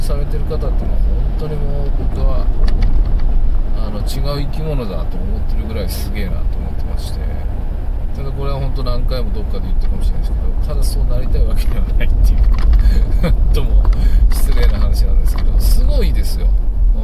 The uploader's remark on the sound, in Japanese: 運転中。真夜中の車の中から。